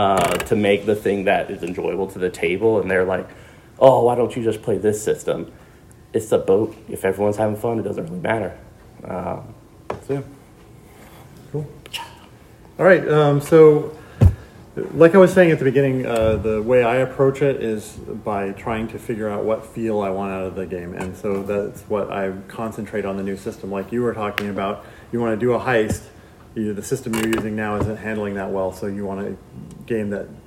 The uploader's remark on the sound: Converting Game Systems Workshop - live at GenCon. Editor Note: I truncated most of the silences in this recording.